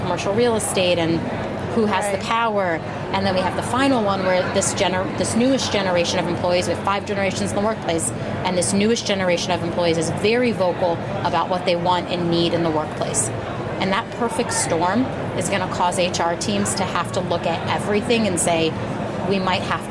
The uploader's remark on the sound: Unum took its Gartner Marketing Award-winning HR Trends podcast studio on the road (again) to the 2023 HR Technology Conference & Exposition , held October 10–13 in Las Vegas. Unum took its Gartner Marketing Award-winning HR Trends podcast studio on the road (again) to the 2023 HR Technology Conference & Exposition , held October 10–13 in Las Vegas.